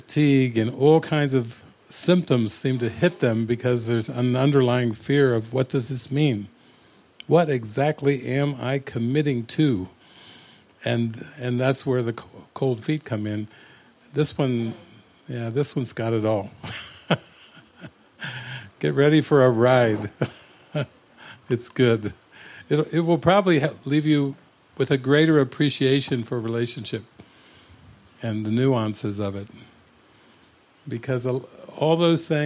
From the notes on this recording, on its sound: Recorded at a public Saturday night movie gathering at La Casa de Milagros in Chapala, Mexico.